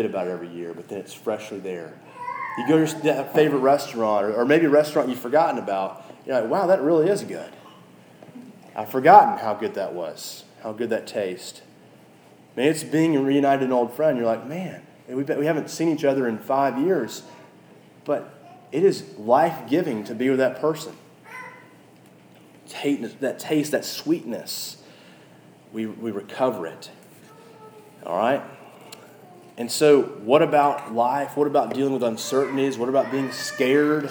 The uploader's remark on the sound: This message was preached at our local church, Christ the King (across from the Edge apartments on Classen).